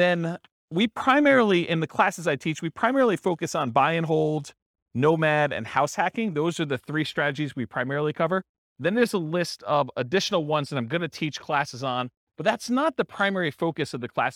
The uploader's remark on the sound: This was a live class recorded